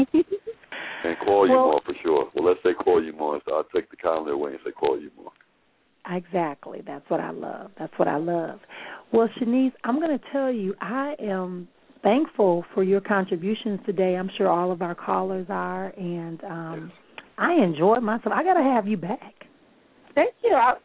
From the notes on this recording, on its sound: Via phone and Skype.